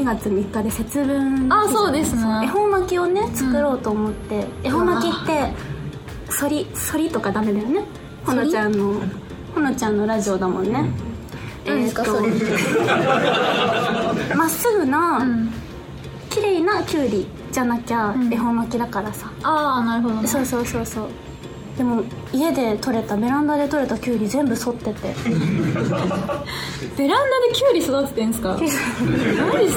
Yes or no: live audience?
yes